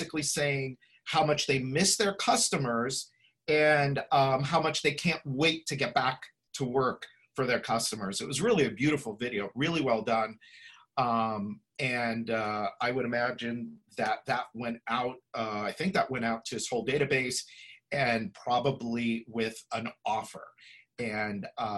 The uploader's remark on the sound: Listen to this replay of the LIVE webinar